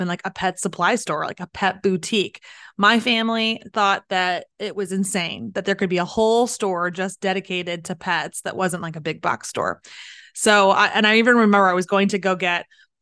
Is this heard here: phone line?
no